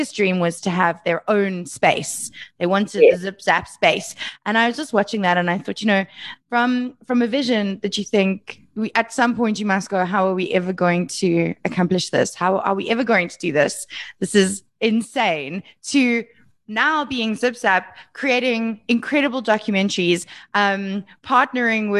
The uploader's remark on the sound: I got on a Zoom.